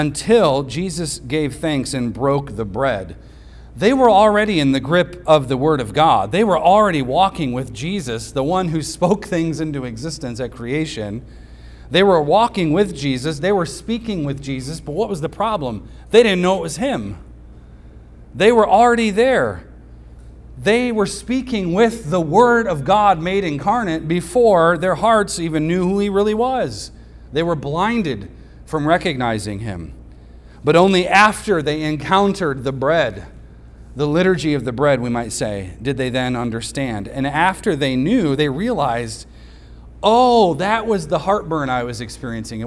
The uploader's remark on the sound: Recorded on Sunday, September 3rd, 2023, at the weekly worship gathering of Cross & Crown Church.